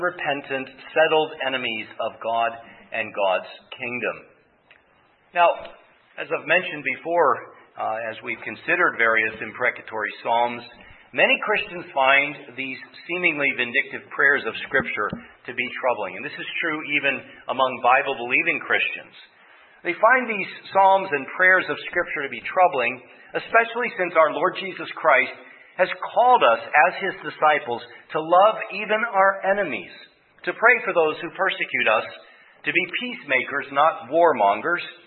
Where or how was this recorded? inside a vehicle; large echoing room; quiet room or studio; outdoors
large echoing room